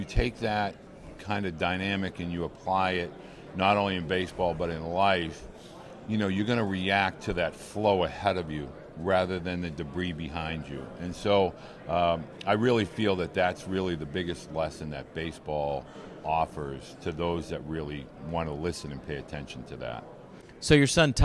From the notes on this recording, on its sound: Last week, we set up shop on podcast row at the 80th annual American Baseball Coaches Association Conference in Dallas.